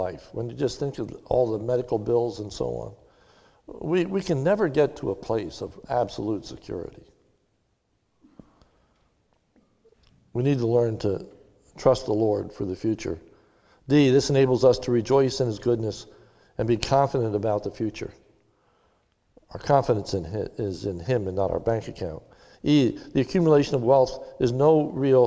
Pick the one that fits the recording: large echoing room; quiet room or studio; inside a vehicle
large echoing room